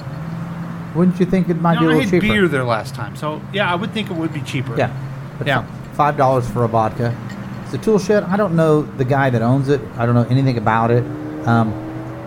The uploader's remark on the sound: Live from The Lakewood Local.